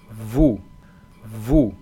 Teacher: No se pronuncia en principio la S final. La OU es U y la V es una V que se parece un poco a una F y que vibra.